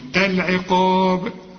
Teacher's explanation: القاف مفخمة والمد كمان بتاعها مفخم